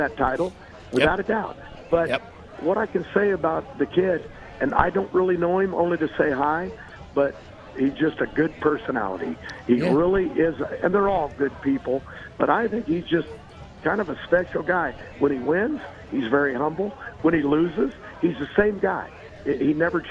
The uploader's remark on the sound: LIVE FROM STURGIS